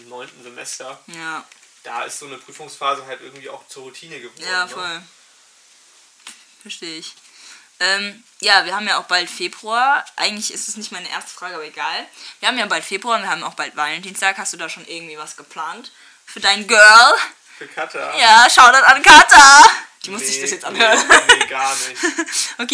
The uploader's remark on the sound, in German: Tut mir echt leid wegen der Audio.